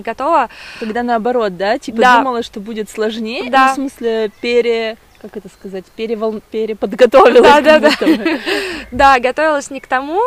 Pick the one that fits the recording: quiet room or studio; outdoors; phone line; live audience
outdoors